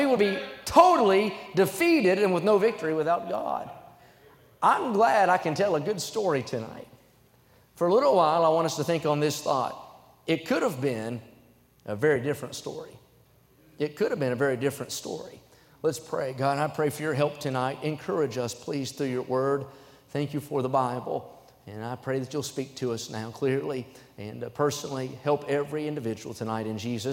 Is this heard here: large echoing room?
yes